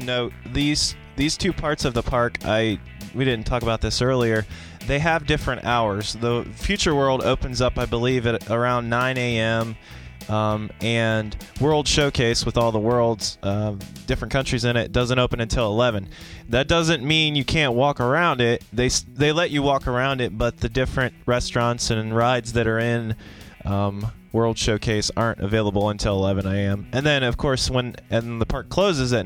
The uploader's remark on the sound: Disney's Epcot- Test Track. Listen to a ride through of Test Track as a bonus audio feature.